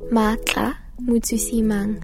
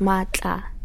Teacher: In my name, there's a click, and it's a very sharp click.